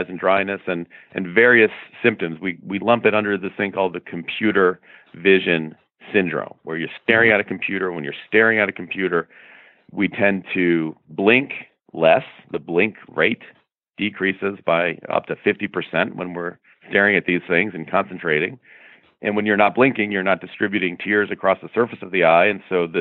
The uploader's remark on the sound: please join me in welcoming to The Not Not Old Better Show via internet phone